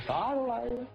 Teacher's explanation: 锦州话尾音上扬，语调略显夸张